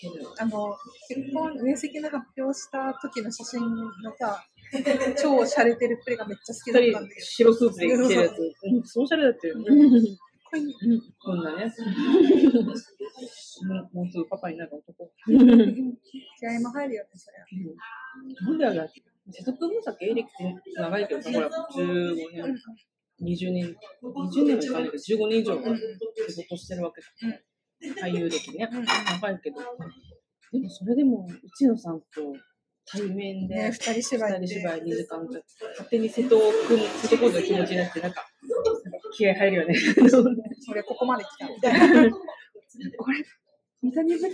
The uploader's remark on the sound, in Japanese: 今回は興奮そのままカフェで録音したので、なかなか聞き取りづらいので申し訳ないです…